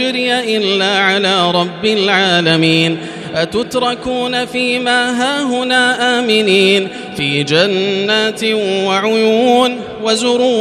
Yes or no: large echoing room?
yes